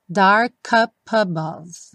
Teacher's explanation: So dark up above. Aqui, ele juntou o dark com o up e o up com above